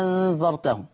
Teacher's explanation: يبدل الهمزة الثانية ألف مع الإشباع أنذرتهم. الأمر الآخر برضو إحنا اتكلمنا على باب النقل وباليوم الآخر طبعا مع تثليث البدل قصر وتوسط وإشباع.